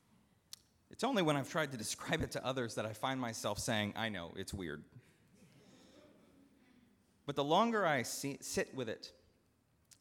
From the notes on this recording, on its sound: at Northminster Church on November 3, 2019